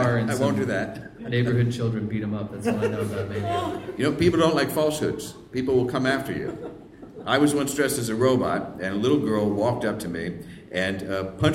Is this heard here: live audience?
yes